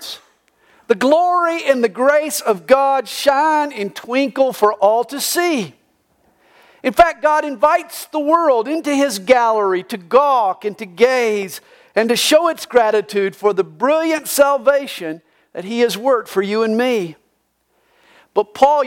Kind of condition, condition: setting, large echoing room